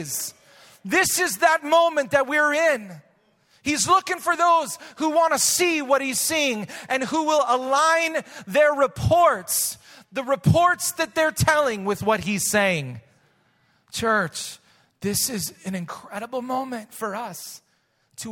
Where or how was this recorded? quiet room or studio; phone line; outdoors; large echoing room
large echoing room